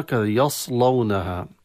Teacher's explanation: يفخمون الياء بمناسبة الصاد المفخمة، وكذلك يفخمون اللام · Term: تفخيم الياء